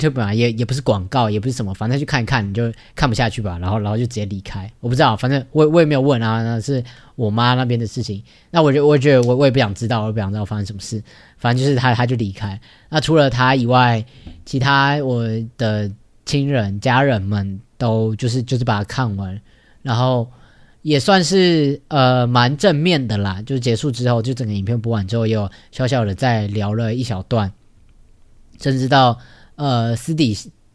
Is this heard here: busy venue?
no